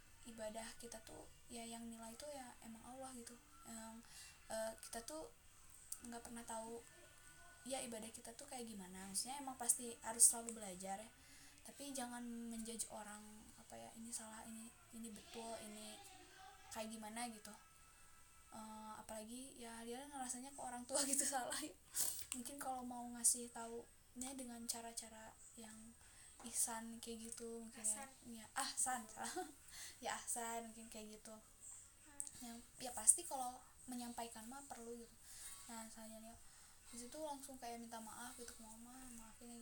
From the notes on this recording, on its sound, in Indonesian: Dan yaa ga sengaja untuk record. Alhasil banyak noise.